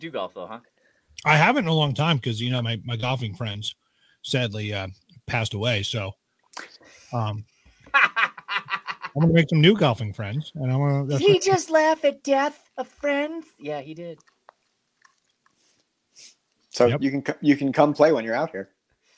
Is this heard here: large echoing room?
no